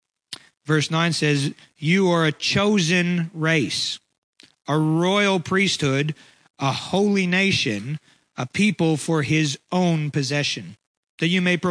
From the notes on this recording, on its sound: Preached on 12/11/23 at Ngaruawahia